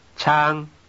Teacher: This word is said to have a high pitch contour.